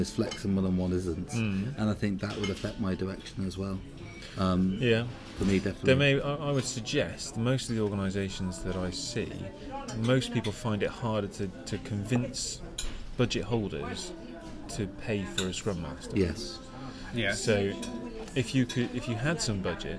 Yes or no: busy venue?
yes